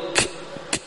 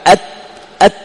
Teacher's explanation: صفتان مع بعض. الصفة الأولى الشدة فيها، الصفة الثانية تأتي بعد الشدة مباشرة الهمس.